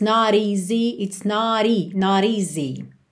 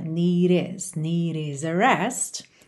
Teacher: continuamos com o padrão de rarará sempre que possível, sempre que a gente tem T ou D ligando aí numa vogal